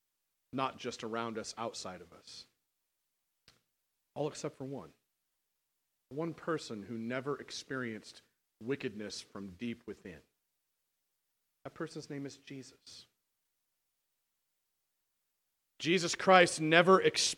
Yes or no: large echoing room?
yes